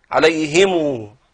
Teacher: وبعض العرب وهي جارية على لسان العرب قديما أنهم ردوا الميم إلى أصلها فقرأوها بالصلة